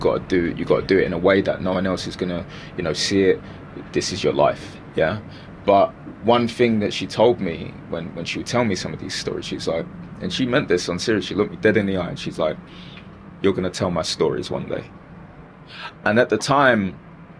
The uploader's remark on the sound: As they travel from Greenwich Peninsula to the Royal Docks. Taking the IFS Cloud Cable Car across the river.